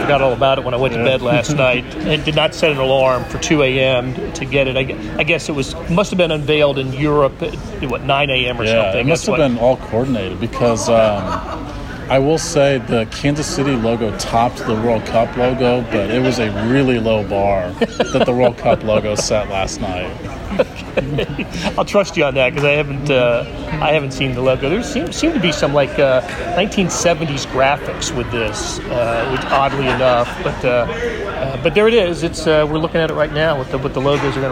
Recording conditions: busy venue